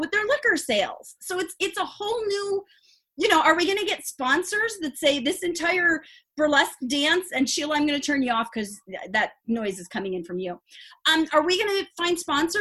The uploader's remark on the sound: Its our first Zoom recording and I apologize as I sound like I am screaming. I have a sinus block and can’t hear myself.